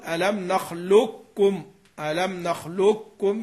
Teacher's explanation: يعني بكاف مشددة فقط، ليس فيها إبقاء صفة الاستعلاء · Term: الإدغام الكامل